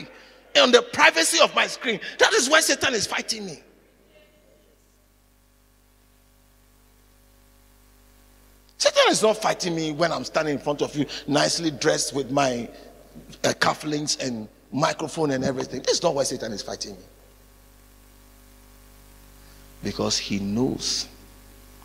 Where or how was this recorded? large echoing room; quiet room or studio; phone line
large echoing room